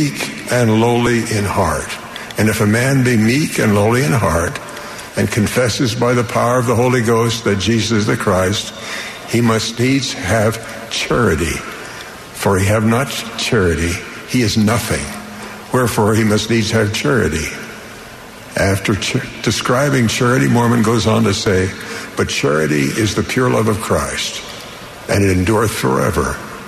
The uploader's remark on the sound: The Sunday Afternoon Session of the 188th Semiannual General Conference of The Church of Jesus Christ of Latter-day Saints.